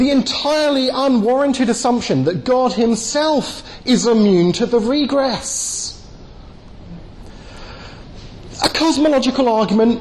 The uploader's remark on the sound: delivered at the European Leadership Forum in Eger, Hungary.